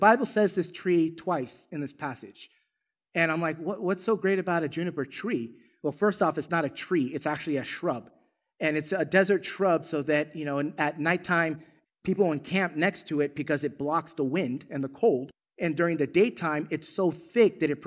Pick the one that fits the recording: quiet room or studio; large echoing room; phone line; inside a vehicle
large echoing room